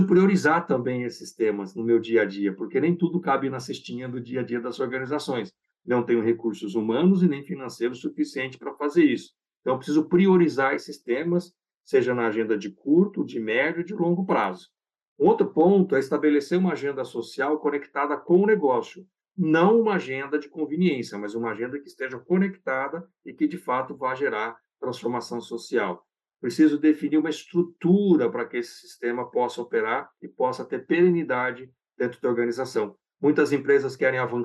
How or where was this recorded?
video call